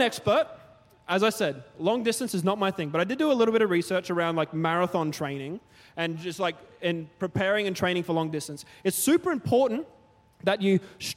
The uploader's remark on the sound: Recorded during our 5pm service on Sunday, the 7th of January 2024